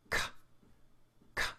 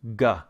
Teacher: And if you vocalize it, put vibrations to it, it is g, k, and g. Now, this sound is made when the back of the tongue lifts up and touches right where the soft palate and the hard palate meet.